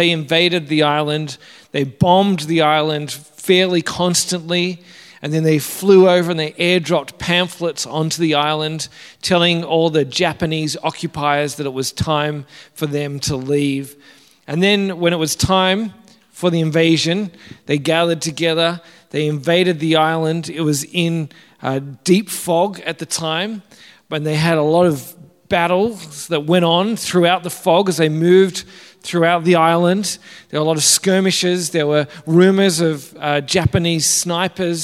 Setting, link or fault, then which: setting, large echoing room